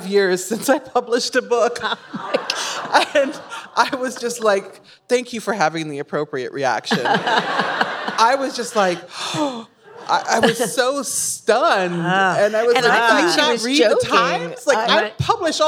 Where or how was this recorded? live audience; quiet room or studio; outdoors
live audience